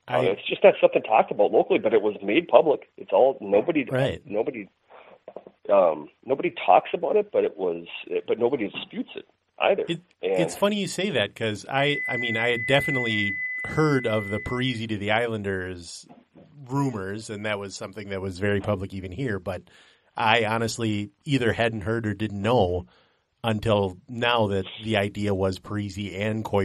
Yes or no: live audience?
no